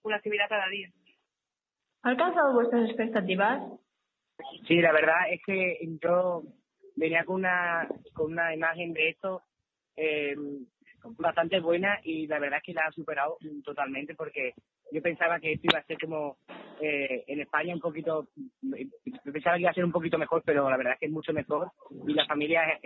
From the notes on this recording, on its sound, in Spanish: Badajoz-Hardenberg. Entrevista telefónica.